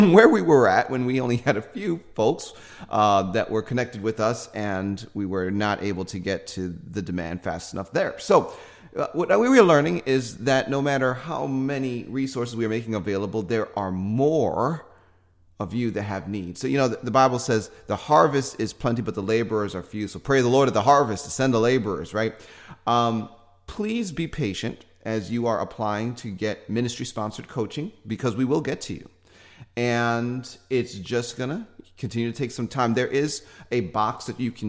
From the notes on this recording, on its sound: Sunday sermon from the Decoding the Supernatural Conference from March 7, 2021 at the Global Fire Church in Murfreesboro, Tennessee